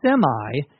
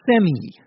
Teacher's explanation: In that case, semi is a shortened form of the word, and for whatever reason is always pronounced with a long I sound instead of a long E sound · Shown in: first take